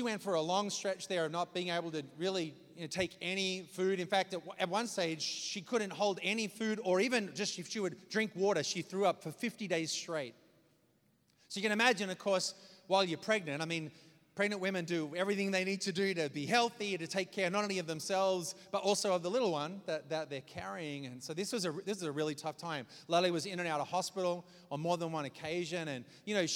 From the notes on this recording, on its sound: preached this message on May 7th at our Downtown community